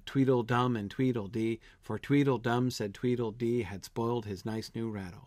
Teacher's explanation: It's consistently iambic all the way through.